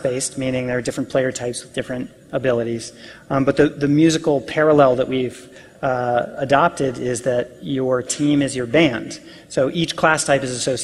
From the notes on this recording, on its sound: PAX East Keynote.